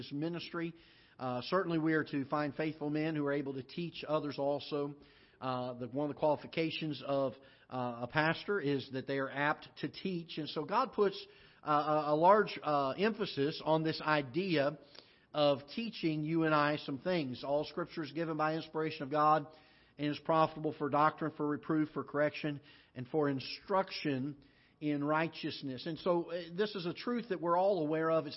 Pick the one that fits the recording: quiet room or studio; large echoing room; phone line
large echoing room